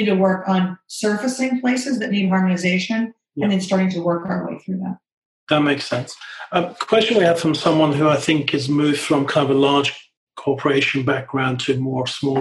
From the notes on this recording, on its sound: This is a special episode of a webinar.